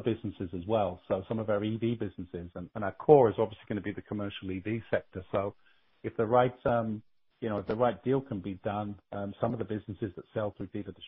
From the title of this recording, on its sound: Ideanomics, Inc., Q4 2022 Earnings Call, Mar 30, 2023